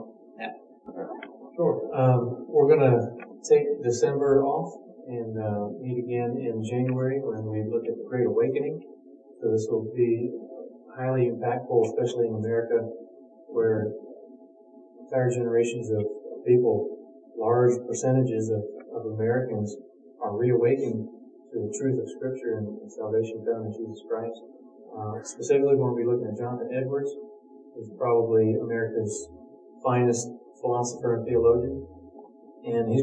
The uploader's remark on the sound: We apologize for the sound quality due to technical difficulties.